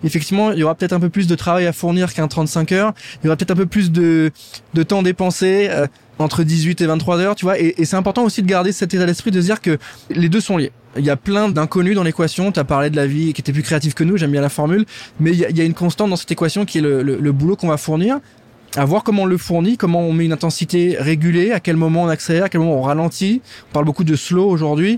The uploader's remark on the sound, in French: en direct du salon Go Entrepreneurs